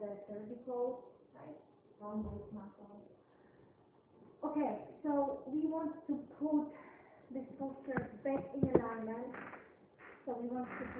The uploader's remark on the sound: RockTape kinesiotape seminar. Recorded seminar.